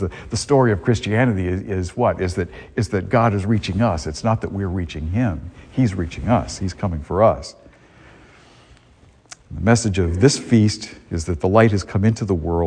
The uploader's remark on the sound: A homily delivered at Star of the Sea parish in Salisbury, Massachusetts, on January 8, 2023.